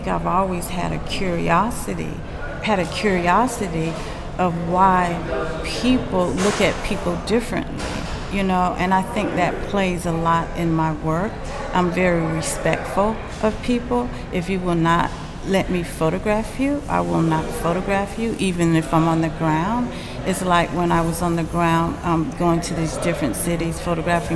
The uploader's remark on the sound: Recorded live at Gallery 72